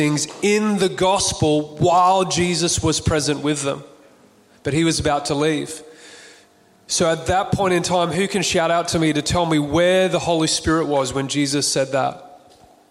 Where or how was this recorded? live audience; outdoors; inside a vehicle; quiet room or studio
live audience